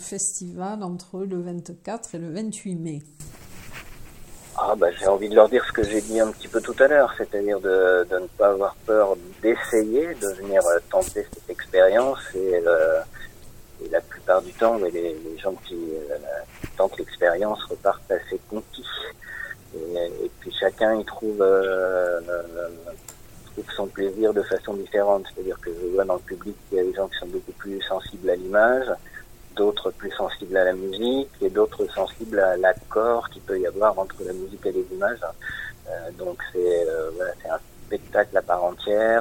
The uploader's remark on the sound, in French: Interview téléphonique